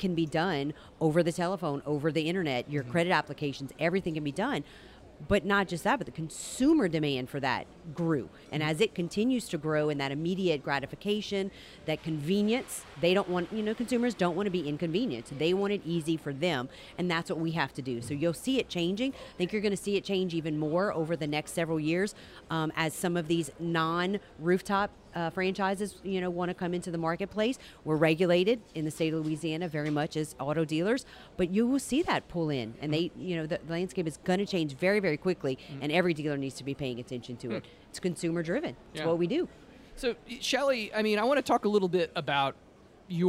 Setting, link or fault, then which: setting, busy venue